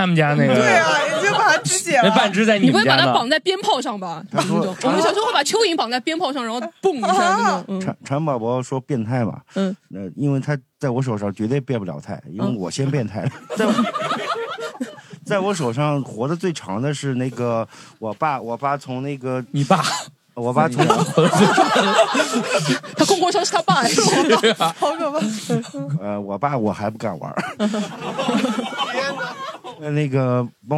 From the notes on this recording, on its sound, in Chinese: 我们录制有现场观众啦！